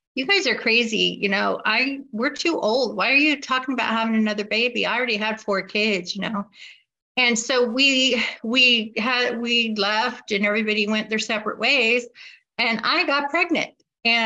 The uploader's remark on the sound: Wednesday Online Meeting. This recording is from an Overeater Anonymous H.O.W.